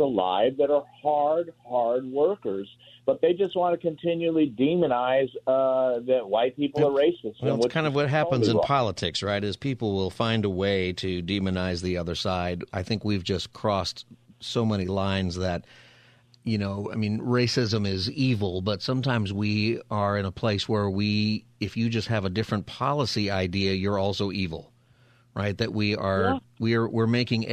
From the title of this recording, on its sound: Open Phone Friday